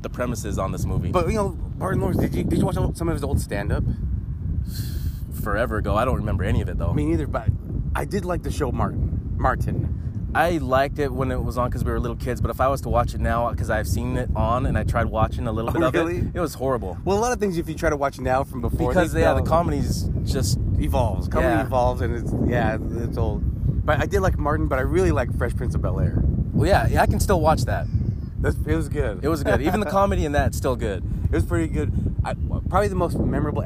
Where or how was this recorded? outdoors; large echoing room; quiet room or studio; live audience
outdoors